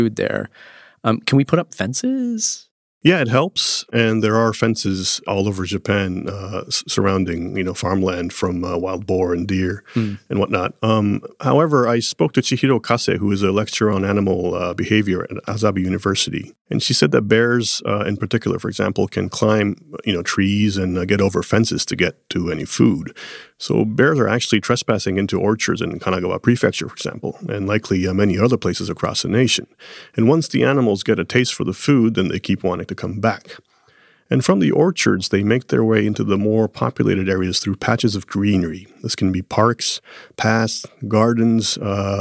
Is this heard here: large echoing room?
no